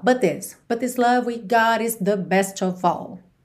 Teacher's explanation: but com this, você liga num som só. But this love we've got is the best of all, ok?